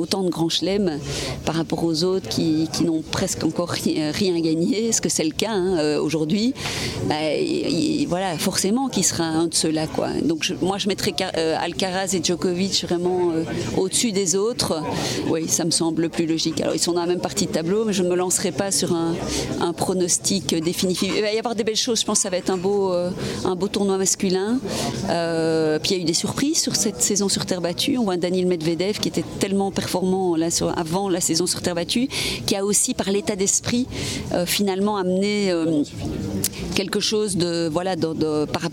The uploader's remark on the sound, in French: Je l’ai rencontrée dans le cadre d’une conférence de presse organisée à l’occasion des 50 ans d’engagement de BNP Paribas dans le tennis.